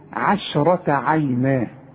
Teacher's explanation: واذا قلت لي ع هتقول لي على التيه طا، عشرة عشرة عينة. لا، رقق للعين، رقق للشين، فخم للراء، رقق للتاء المربوطة. هنقول عشرة عينة.